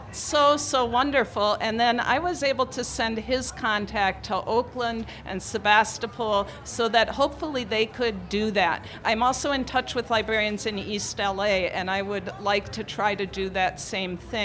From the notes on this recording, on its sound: 30 Minutes spotlights excerpts from the 2016 Tucson Festival of Books.